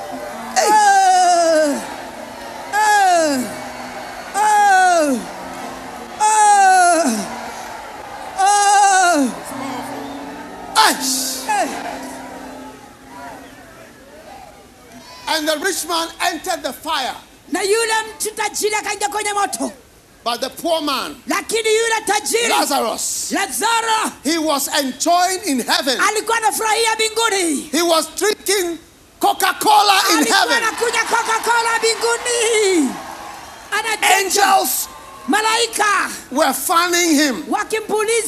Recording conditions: live audience